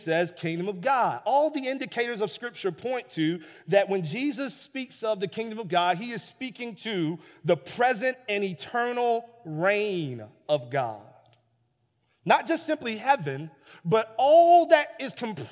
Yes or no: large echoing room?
yes